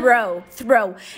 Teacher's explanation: Porque a língua tá lá na frente, depois vai lá para trás. · Term: cluster do TH